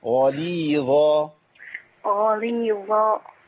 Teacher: لا لسه بتفخمي، اولا بتفخمي اللام وبتجيبي همزه بعد الظاء